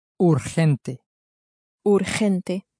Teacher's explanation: Notice that here the G is being pronounced like an H.